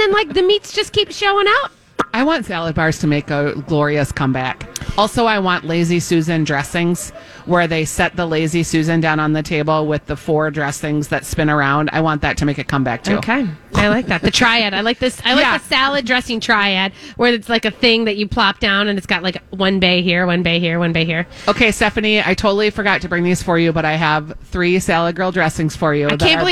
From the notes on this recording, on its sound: broadcasting live at Southern Lights